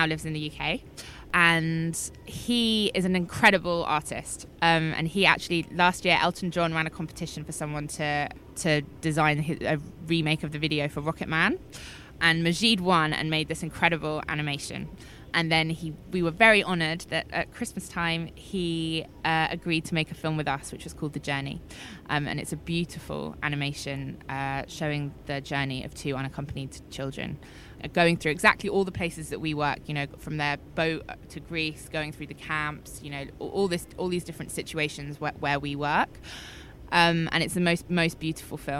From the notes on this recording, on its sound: The third, final and possibly most important of our three episodes recorded at the Cannes Lions International Festival of Creativity 2018.